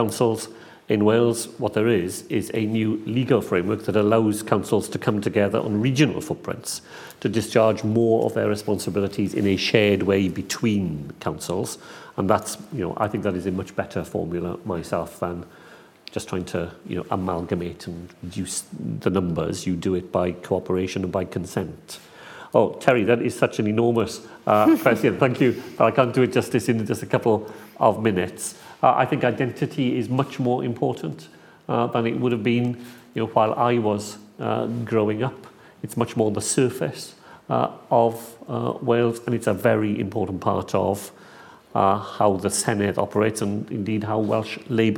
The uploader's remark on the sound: followed by Q&A with the live and online audience.